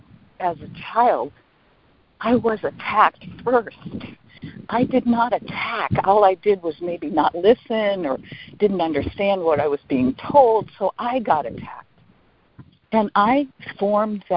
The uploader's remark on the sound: ACIM Daily Conference Call